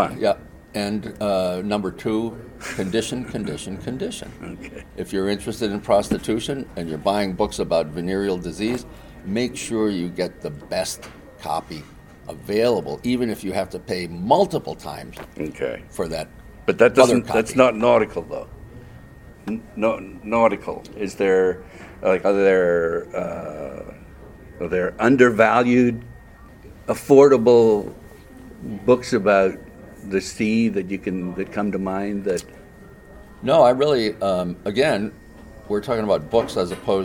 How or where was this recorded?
busy venue